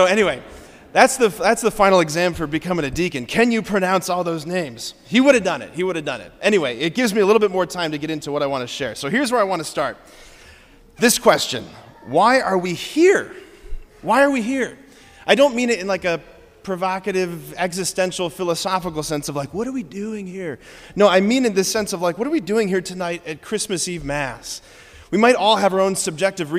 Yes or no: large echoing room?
yes